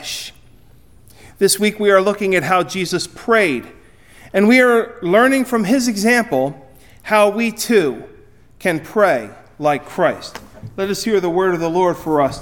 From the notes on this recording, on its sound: Recorded at Ebenezer UMC on February 4, 2024